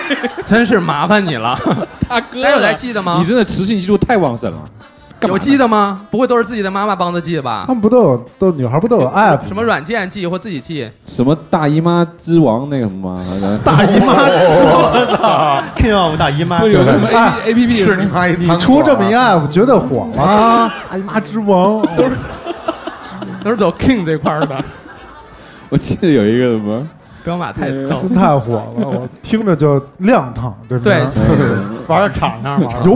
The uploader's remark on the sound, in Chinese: 这是我们去年落地活动的现场实况录音